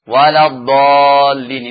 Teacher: ini adalah dal yang mufakham. Dal yang ditebalkan aja. Tafkhim ini.